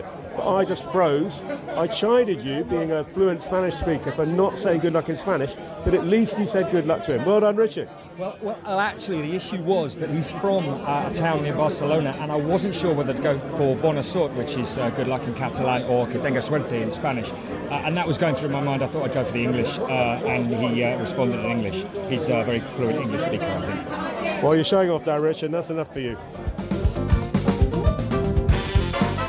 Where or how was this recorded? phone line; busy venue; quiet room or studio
busy venue